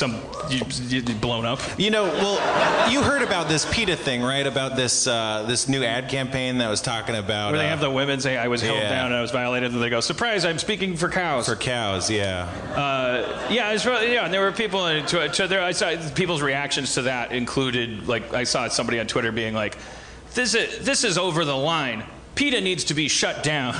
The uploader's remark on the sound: Night 1 At The 2016 New York City Comedy Festival!